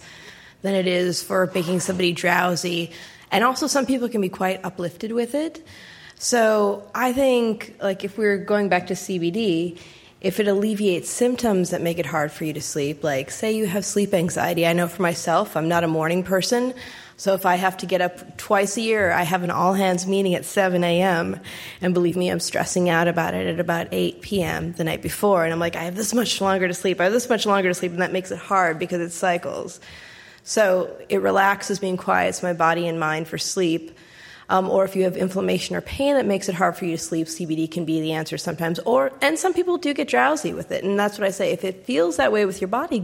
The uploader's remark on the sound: Q&A with Live Audience. Answer questions from a live audience at the Lafayette Library in Lafayette, CA.